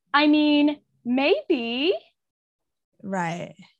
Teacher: The end of it's rising up at the end of the word or the end of the sentence. · Term: high-rising terminal